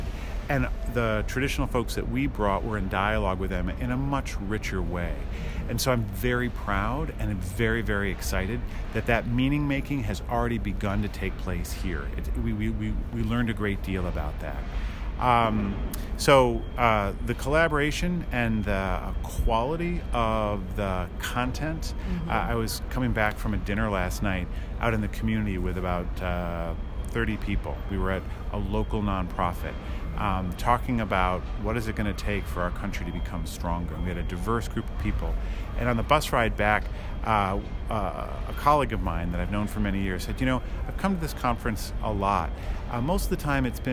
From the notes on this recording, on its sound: Our Common Future conference was held in Detroit, Michigan at the end of October 2017. Our Bonfires team was invited to podcast from the Our Common Futures conference which was held in Detroit at the end of October 2017.